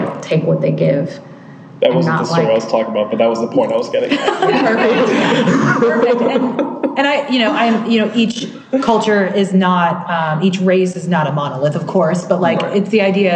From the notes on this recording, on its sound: Live from the Cincinnati Playhouse